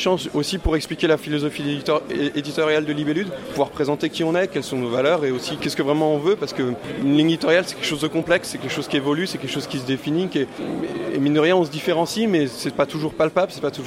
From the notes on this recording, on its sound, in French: Interviews réalisées au festival international des jeux de Cannes édition 2017